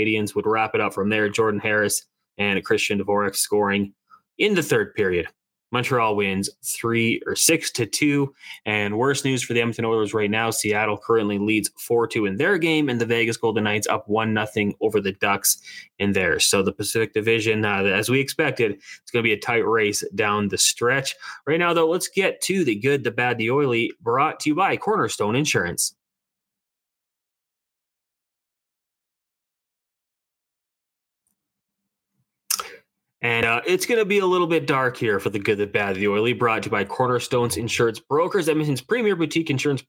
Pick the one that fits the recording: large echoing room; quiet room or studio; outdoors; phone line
quiet room or studio